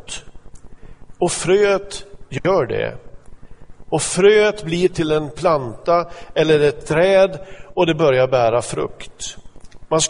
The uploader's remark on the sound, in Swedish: Inspelad i Smyrnakyrkan, Göteborg 2014-11-02.